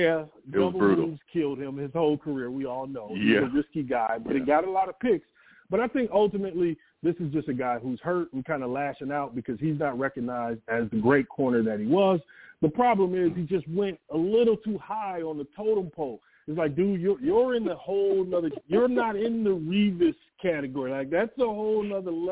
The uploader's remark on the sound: I take live callers!